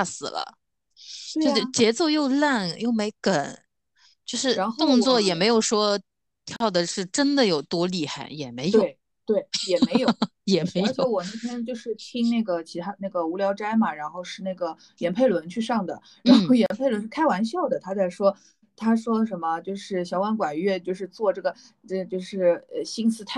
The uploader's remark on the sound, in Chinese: 所以采用了线上录制的形式。没花钱的腾讯会议。